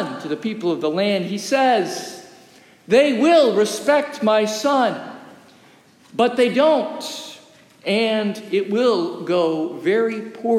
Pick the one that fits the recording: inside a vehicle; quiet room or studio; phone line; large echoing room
large echoing room